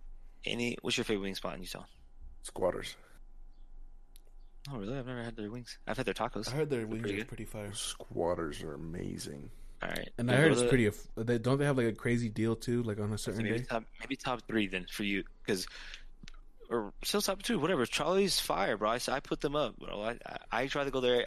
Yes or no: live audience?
no